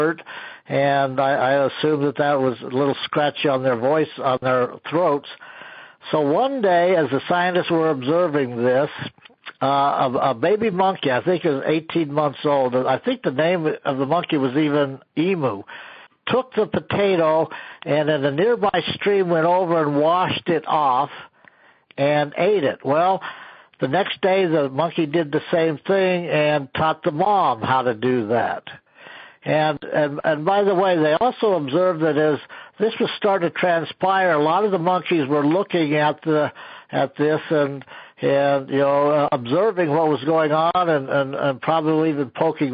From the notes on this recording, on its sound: An archive of weekly conference calls.